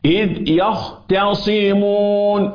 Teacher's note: استقبالك للصاد يقلب التاء إلى طاء وهذا خطأ التاء حرف برقة